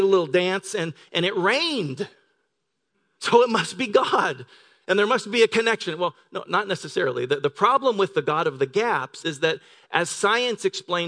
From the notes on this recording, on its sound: Delivered on 16 December 2018 at Grace Church of La Verne. Delivered on 16 December 2018 at Grace Church of La Verne .